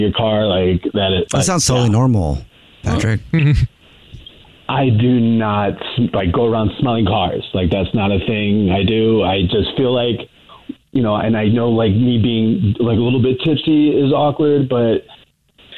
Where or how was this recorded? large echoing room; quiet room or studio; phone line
phone line